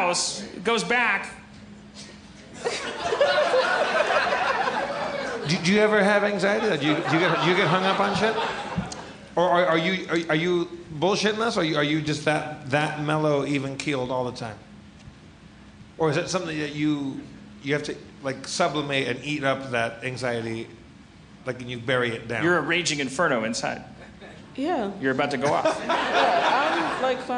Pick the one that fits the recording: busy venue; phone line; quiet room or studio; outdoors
busy venue